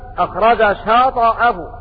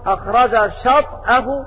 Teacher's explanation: بسكون الطاء مع القلقلة · Shown in: second take